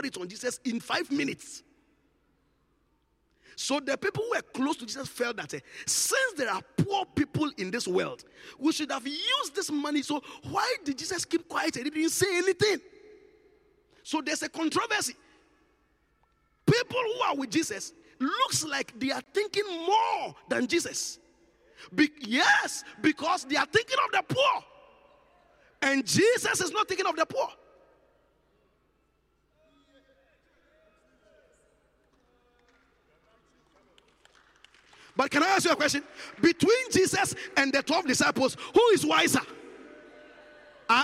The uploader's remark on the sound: Encounter Service. Preached at the Qodesh.